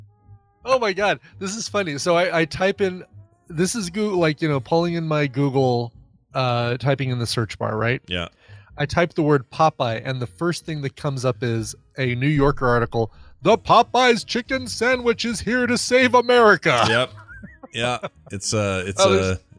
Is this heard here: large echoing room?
no